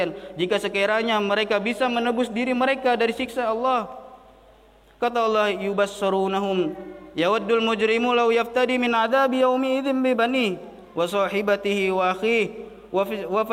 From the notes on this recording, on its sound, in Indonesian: LIVE AUDIO KHOTBAH JUM'AT. MASJID IMAM SYAFI'I PANGKALAN BUN.